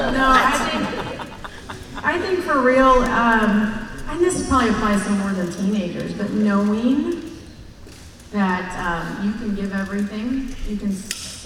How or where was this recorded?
large echoing room